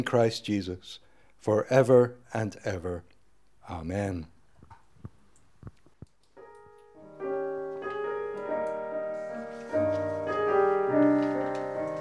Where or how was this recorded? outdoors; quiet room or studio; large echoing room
large echoing room